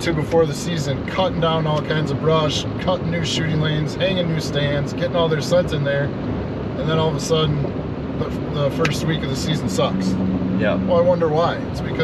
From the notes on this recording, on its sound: Driving home from a week long Canada fishing trip